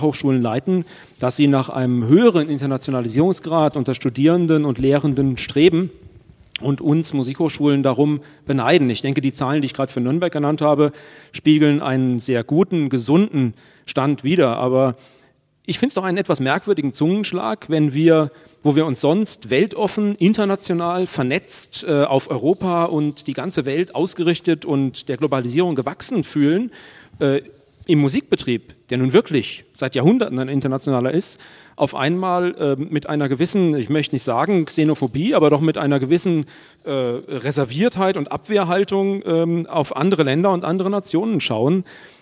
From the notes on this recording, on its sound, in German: Live aus der Musikhochschule Nürnberg. Live aus dem Kammermusiksaal in Nürnbergs Veilhofstraße. Live-Musik bieten Preisträger-Ensembles der Nürnberger Musikhochschule.